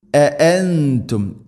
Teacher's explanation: അഅ തൊണ്ടയുടെ താഴെ ഭാഗമാണ് ഹംസ